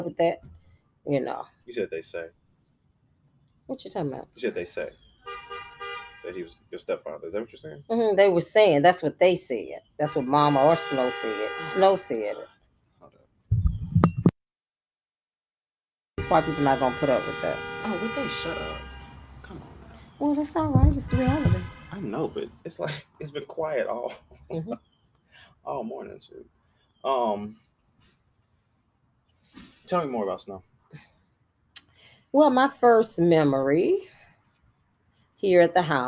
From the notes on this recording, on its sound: Recorded while I braided her hair on the back porch of her childhood home. Unfortunately a portion of the recording was lost.